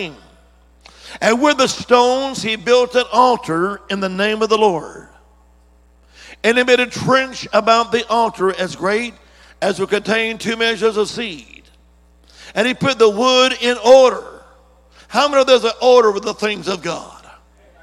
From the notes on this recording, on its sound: On June 25th, 2023 at Shady Oaks Assembly of God. Monday evening service.